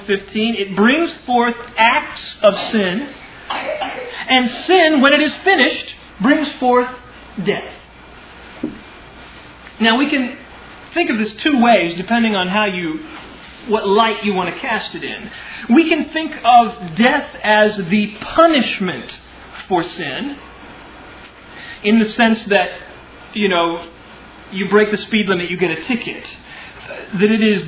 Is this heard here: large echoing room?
yes